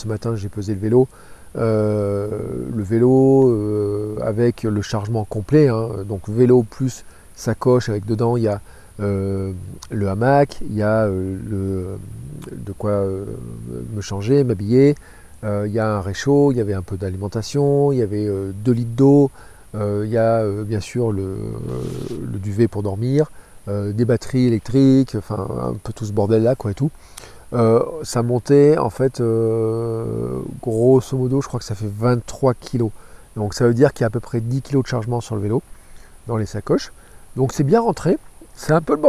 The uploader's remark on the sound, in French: Un épisode enregistré juste avant de dormir à la belle étoile à Chagny à côté de Nevers au bord du canal latéral de la Loire.